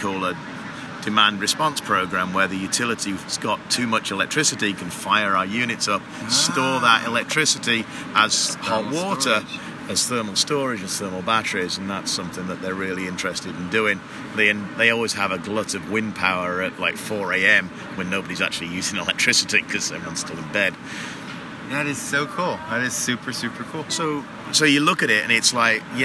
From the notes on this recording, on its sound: live on the AHR Expo floor in Chicago